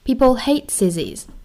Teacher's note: 我们要注意 hate 尾音的 t，我们省音处理